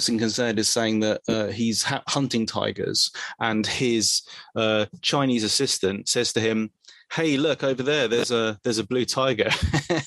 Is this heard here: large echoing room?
no